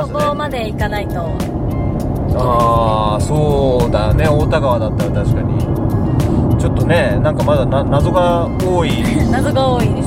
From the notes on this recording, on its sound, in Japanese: 下條村への道中で録り貯めした「ボクワタ」音声